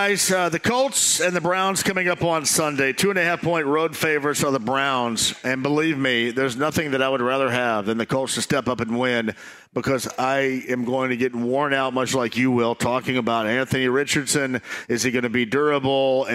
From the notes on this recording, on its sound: LIVE from The Free Spirit in Castleton